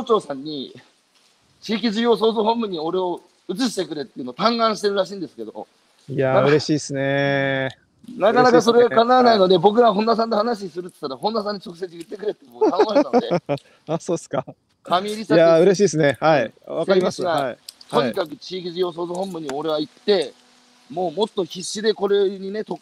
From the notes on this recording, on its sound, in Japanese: 歩きながら1時間、対談する